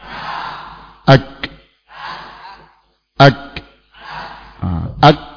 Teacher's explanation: Ini tertahan, tertahan syiddah. Kemudian k muncul suara namanya hams.